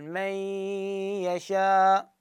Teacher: المهم، فاحنا بقراءتنا من قراءة عاصم برواية حافص بطريق الشاطبية ما عدنا هنا شنو تشديد، والنون تصبح ادغامها ناقص، فتبقى شنو غنتها، المخرج اللساني مال النون يروح، تبقى بس صفة الغنة مالت النون